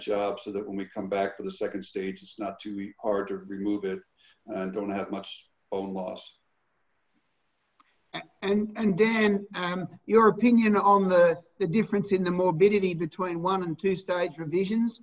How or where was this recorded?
video call